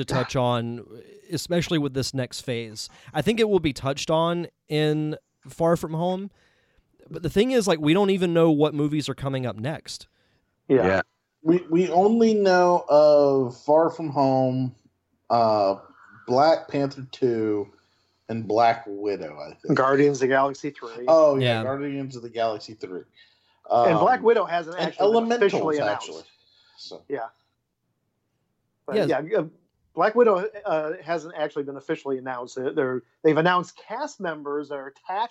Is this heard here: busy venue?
no